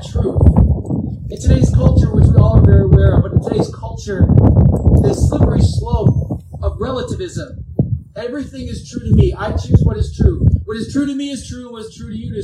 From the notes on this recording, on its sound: (WARNING: POOR AUDIO DUE TO OUTDOOR SERVICE).